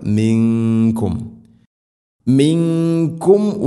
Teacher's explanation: ഇനി മിങ്കും ഇവിടെയും മണിക്കണം, ഇഖ്ഫാവും ബിഗുന്ന അവ്യക്തമാക്കി മണിക്കണം. മിങ്കും മിങ്കും വ, സാക്കിന മീമിന് ശേഷം വ വരുമ്പോൾ രണ്ട് ചുണ്ടുകൾ തമ്മിൽ തട്ടിച്ച് മീമിനെ പൂർണ്ണമാക്കണം.